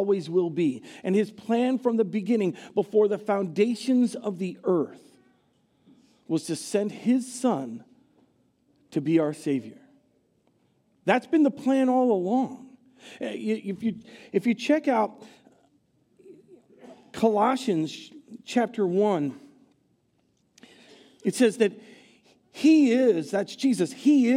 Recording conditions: large echoing room